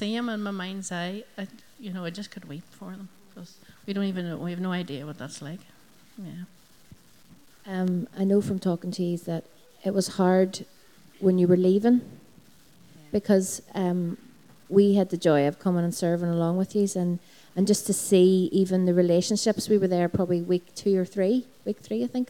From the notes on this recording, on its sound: Recorded at our Sunday Celebration at Dungannon Integrated College.